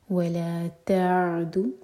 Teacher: عین کو جھٹکا نہ دیں، تھوڑا سا ٹائم زیادہ دیں تاکہ جھٹکا نہ ہو. تعدو عیناک، عی مدلین، عینا نا مد تبعی اور اس کے بعد کیف لائٹ.